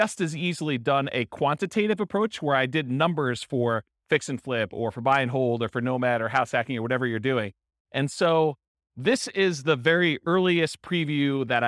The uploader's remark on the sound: This was a live class recorded. Real estate investors and real estate entrepreneurs in Boulder, Colorado.